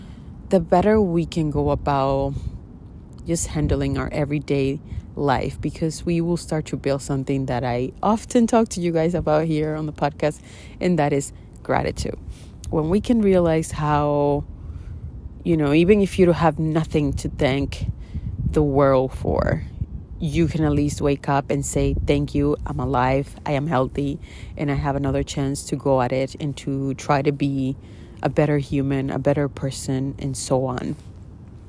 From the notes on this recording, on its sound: In today’s episode you will hear some lovely wind as I’m out by the water while recording.